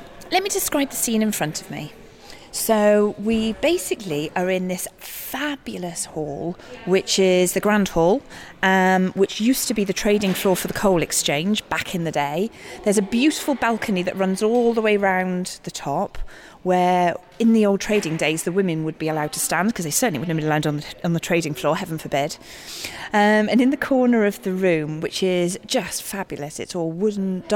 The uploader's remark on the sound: We're out on location